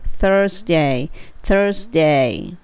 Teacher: th ベロをちょっとだけ出して r を聞かせる